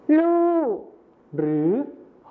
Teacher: ก็คือรอเรือในภาษาไทยมาตรฐานนะครับไปเป็นพยัญชนะต้นเดียวในภาษาถิ่นอีสานก็คือลอลิงกับฮอนกฮู้นั่นเองครับ · Term: การเปลี่ยนเสียงพยัญชนะต้นเดียว